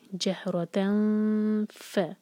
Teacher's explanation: نر اللہ جہرۃ تن، دیکھیے سلائڈنگ تنوین ہے، اس کے بعد فا ہے تو ہم یہاں پر اخفا کریں گے، نون کی آواز کو چھپائیں گے اور فا کے لیے زبان کو تیار کریں گے